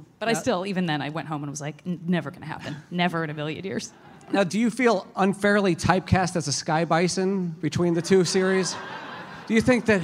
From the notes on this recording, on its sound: Live From Emerald City Comic Con ’21! This exclusive release of the live Avatarverse panel at ECCC. Recorded in the chilly December clouds of beautiful Seattle at Emerald City Comic Con. Before turning the questions over to the audience!